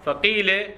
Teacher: هي هاي كسرة يكون تشمها ضمة مع بقاء الياء. فقيلة، هاي القي تشمها ضمة، تعطيها شيء من الضم، اللي يعبرون عنها لغة الإشمام.